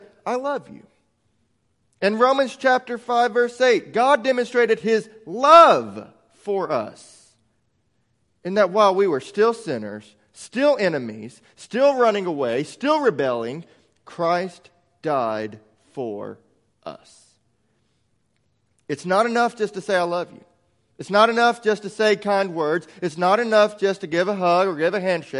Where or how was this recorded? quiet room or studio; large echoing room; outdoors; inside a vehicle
large echoing room